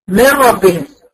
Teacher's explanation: انا باخد الميم واروح ناقل على الراء على طول مين ربهم وهنلاحظ ان النون معرضة ايه اللي حروف ينمو برضه لكن الحرف اللي بعدها دايما مشدد دايما مشدد. · Term: ادغام كامل